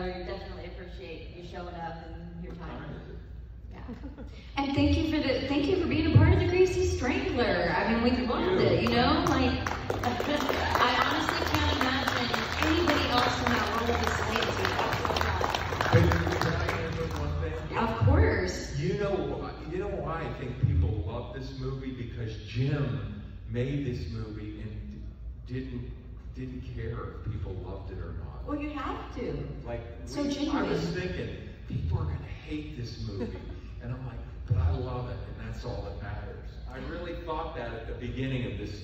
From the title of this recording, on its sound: panel, Days of the Dead Indy - July 18, 2021